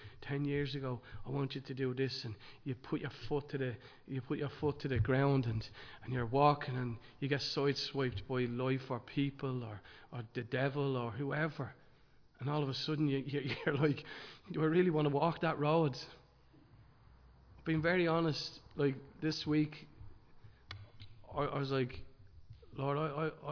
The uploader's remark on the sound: Recorded live in Liberty Church on 15 January 2023